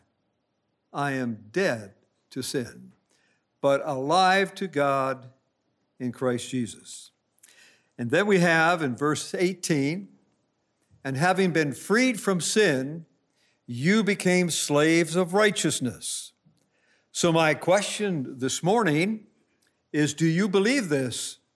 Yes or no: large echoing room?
yes